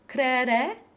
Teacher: with no W, just the open E